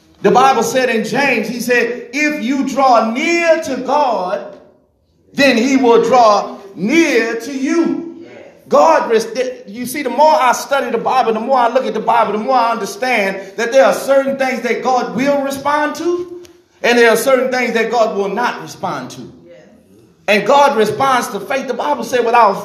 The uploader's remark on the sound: This message was recorded at "Divine Mission House Of Prayer